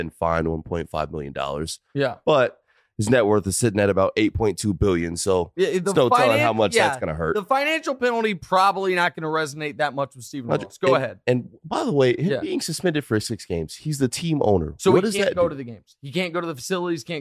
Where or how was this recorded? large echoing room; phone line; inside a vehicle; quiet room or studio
quiet room or studio